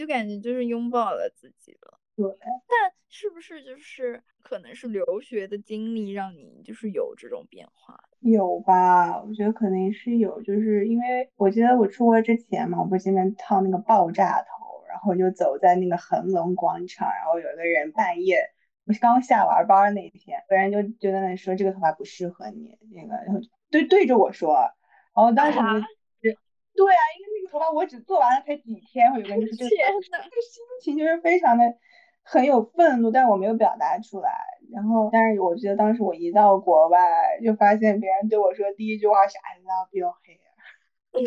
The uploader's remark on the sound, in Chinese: 本期节目我们三个人分别位于北京，上海，乌鲁木齐，异地录制初次试水可能不够精致与流畅。